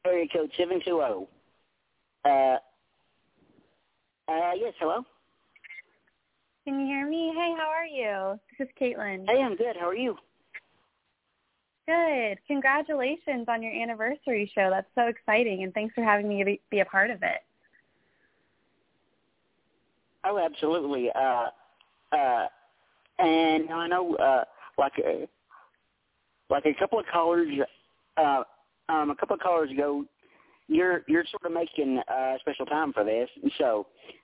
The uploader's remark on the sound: we're opening the phone lines for one hour